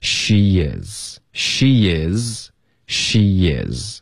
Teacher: 所以有一个耶的音添加进去